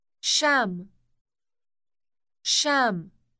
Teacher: Note the elongated initial sh sound.